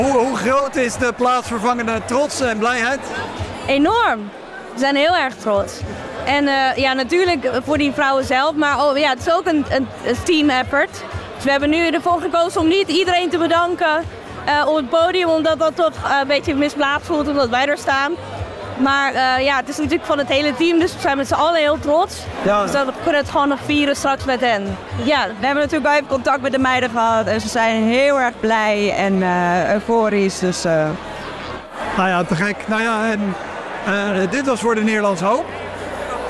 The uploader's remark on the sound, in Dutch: Deze aflevering is namelijk opgenomen tijdens de uitreiking van de VSCD cabaretprijzen. Dat zijn de grootste cabaretprijzen in Nederland.